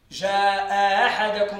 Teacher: هذا هو الوجه المقدم عند الشاطبي اللي هو التسهيل بين الهمزة والألف